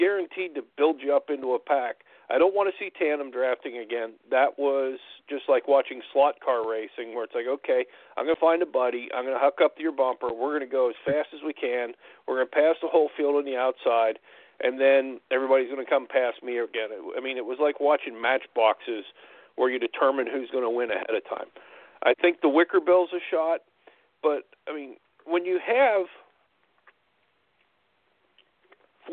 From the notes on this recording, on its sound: we take your phone calls